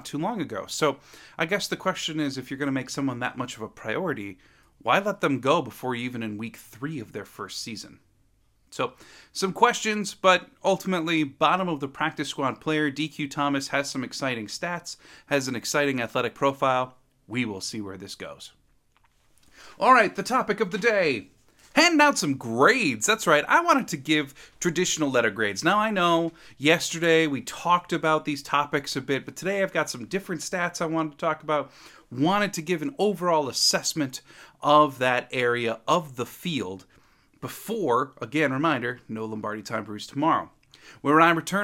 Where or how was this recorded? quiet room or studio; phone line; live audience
quiet room or studio